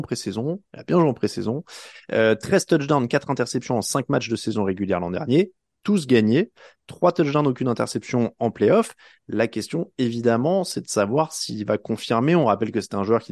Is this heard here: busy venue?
no